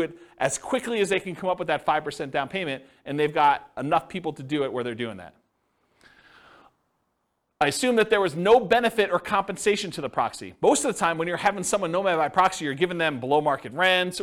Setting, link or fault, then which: setting, live audience